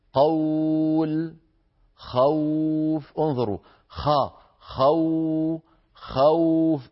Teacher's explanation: أبدأ بخاء مفتوحة، فإذا ما انتهى زمن فتحة الخاء بدأ صوت الواو · Term: حرف اللين